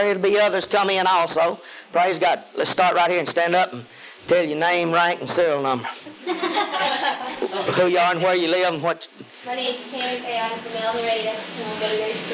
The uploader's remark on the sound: Bad audio.